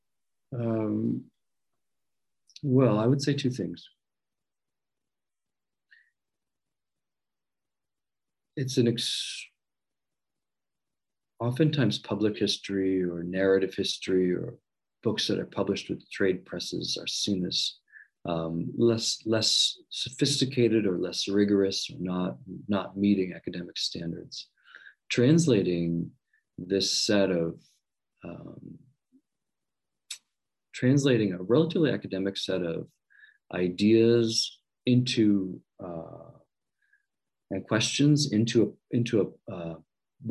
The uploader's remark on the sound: This interview was recorded at the Society for Latin American Studies Virtual Conference, 2021.